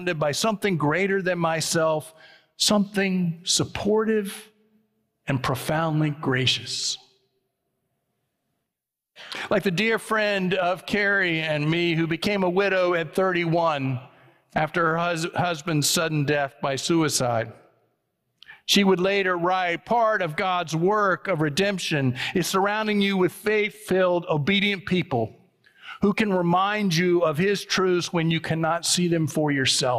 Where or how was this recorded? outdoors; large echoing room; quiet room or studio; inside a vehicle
large echoing room